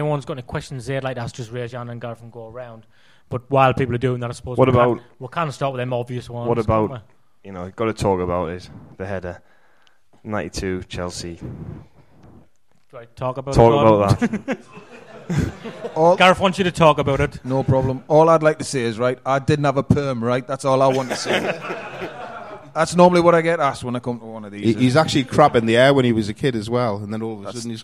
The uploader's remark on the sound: Live at The Isis. With a live audience at The Isis, Sunderland.